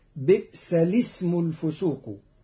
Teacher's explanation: فاتفق القراء جميعا وصلا بعدم تحقيق همزتيها فتقرأ بئس الاسم الفسوق.